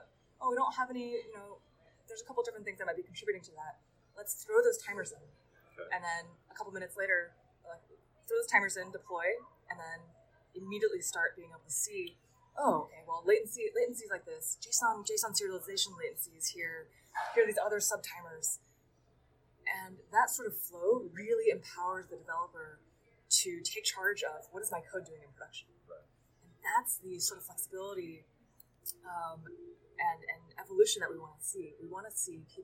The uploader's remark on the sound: coming from a recording at SRECon Americas in March 2018 at Santa Clara Convention Center Hyatt